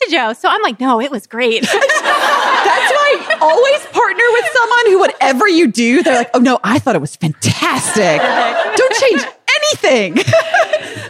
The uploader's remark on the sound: Live from the Maplehurst Black Barn! Could we record one of our storytelling conversations in the context of a community? The sound of 50 people listening in to our live conversation. Then a live Q&A.